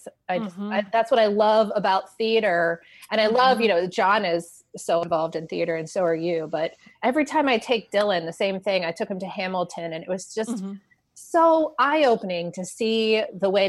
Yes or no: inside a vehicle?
no